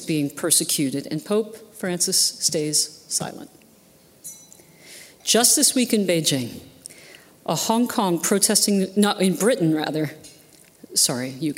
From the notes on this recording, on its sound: at this year's Acton Institute Annual Dinner